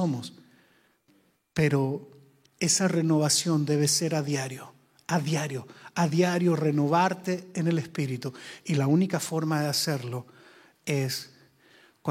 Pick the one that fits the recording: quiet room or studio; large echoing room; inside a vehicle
large echoing room